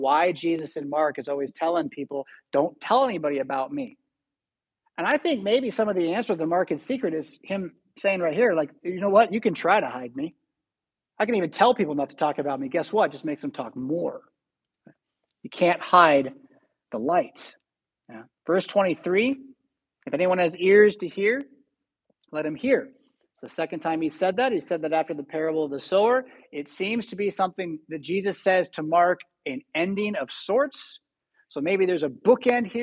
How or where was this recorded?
large echoing room